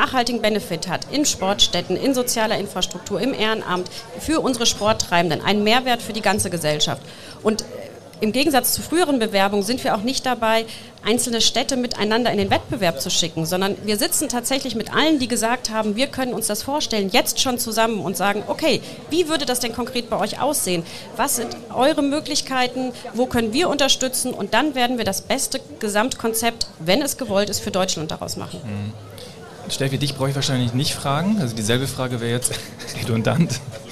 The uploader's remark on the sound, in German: In der Sonderfolge, die live in der Landesvertretung MV in Berlin aufgezeichnet wurde.